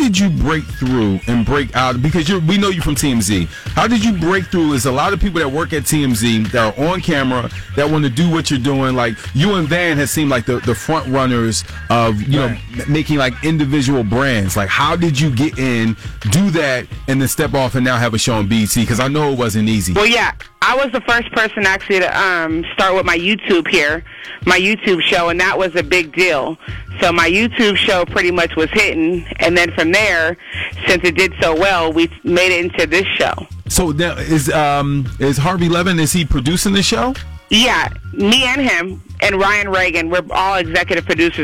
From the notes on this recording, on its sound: called in to tell us